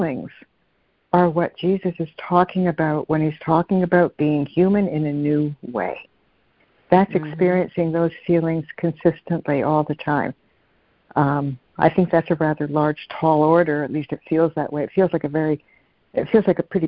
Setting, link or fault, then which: link, phone line